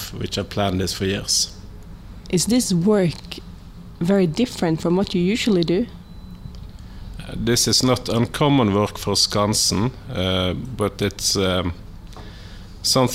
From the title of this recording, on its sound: Live from Skandi Skansen